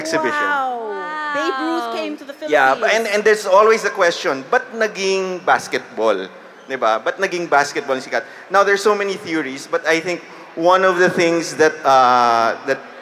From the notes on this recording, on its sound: Live at the Hear For It podcast festival. Spoke at a live history panel at Hear For It, the first podcast festival in the Philippines.